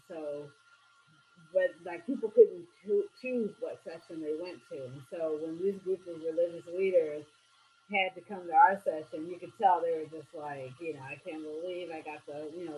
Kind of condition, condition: fault, poor sound quality